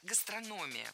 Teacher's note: Ударение в этом слове падает на третий слог.